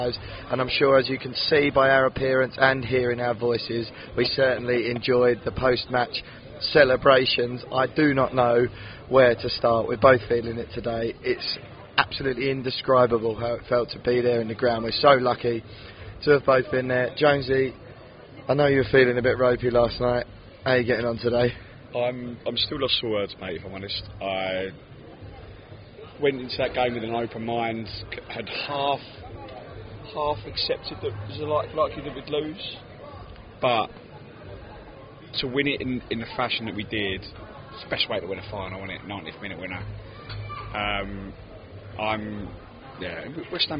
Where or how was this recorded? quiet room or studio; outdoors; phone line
outdoors